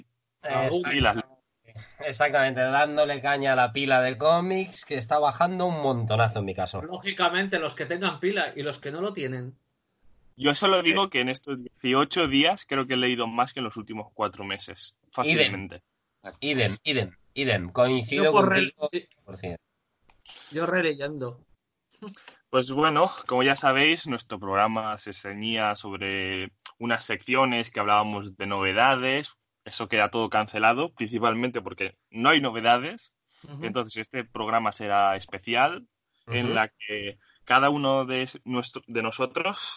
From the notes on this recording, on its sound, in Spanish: Podcast grabado de manera excepcional esperamos online debido a la cuarentena.